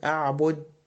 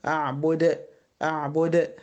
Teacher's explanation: الدال هنا جاية ساكنة ومن حروف القلقلة · Shown in: second take